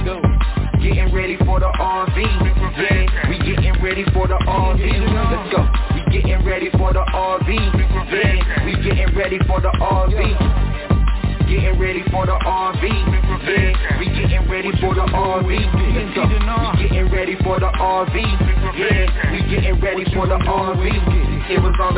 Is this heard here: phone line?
yes